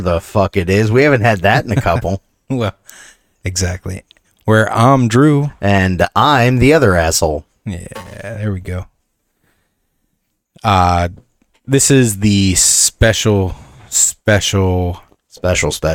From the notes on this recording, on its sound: The first 15 minutes is hard to hear. Please bear with the technical difficulty.